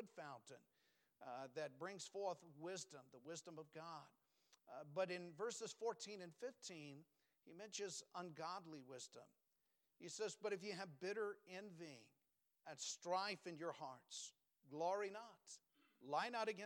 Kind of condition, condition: setting, large echoing room